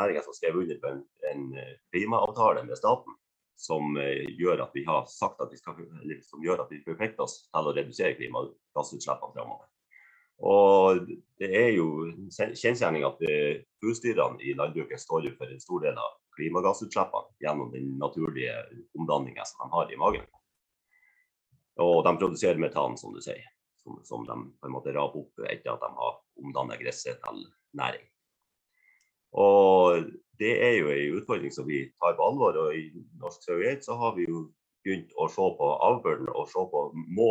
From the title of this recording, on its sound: Live Zoom